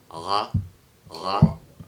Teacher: if you can imagine A, and then you take the back of your tongue back toward your uvula, where you would make like the sound in chutzpah, and so you would say like ah. · Term: uvularized vowels